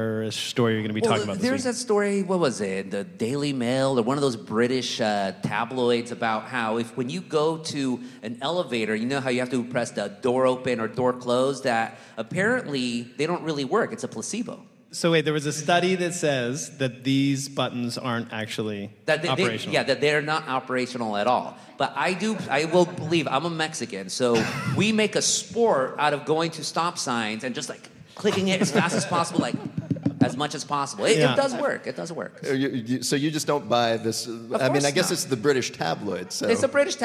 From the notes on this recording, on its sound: This week, it’s a special podcast episode taped LIVE at the Now Hear This podcast festival!